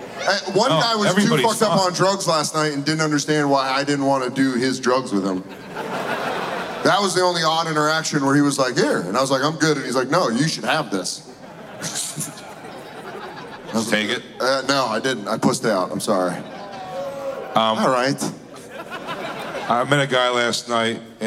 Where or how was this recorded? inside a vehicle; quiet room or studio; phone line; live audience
live audience